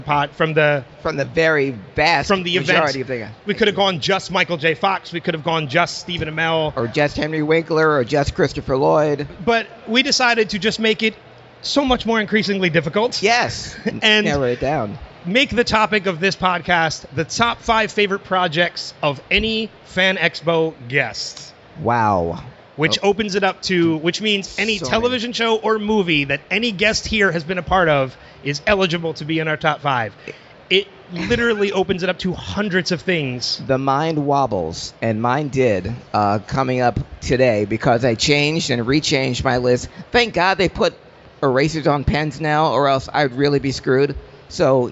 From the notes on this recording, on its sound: LIVE from FanExpo Philadelphia! Audio from the first ever Wilhelm podcast recorded in front of a live audience on the floor of FanExpo Philadelphia.